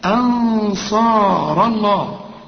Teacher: كونوا أنصار، هنا هنفخم الغنى علشان الصاد لكن ايه الهمزة رقاها، ما تقولش أنص لا أنصار الله. الراء هنا مفخمة، ولفظ الجلالة مفخم لأن الراء مفتوح